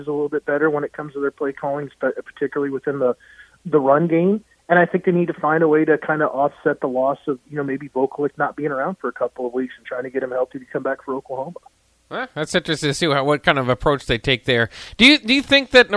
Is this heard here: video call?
no